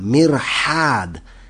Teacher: that is the guttural ha that's from the beginning of the alphabet